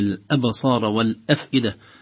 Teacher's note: هذه الهمزة ما شاء الله خرجت محققة رائعة قوية